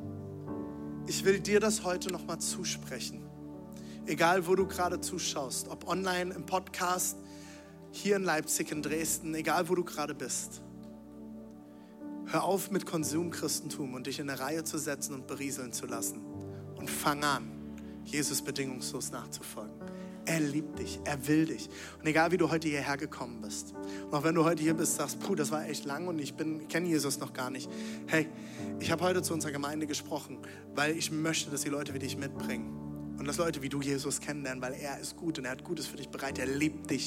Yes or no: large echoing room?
yes